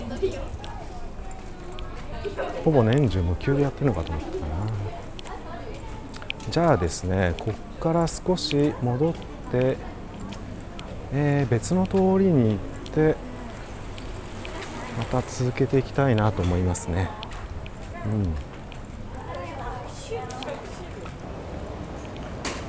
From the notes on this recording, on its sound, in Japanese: 浅草寺をスタートして花やしき方面、六区ブロードウェイ商店街へ、雷門に戻ってそこから隅田川方面に行って収録してきました。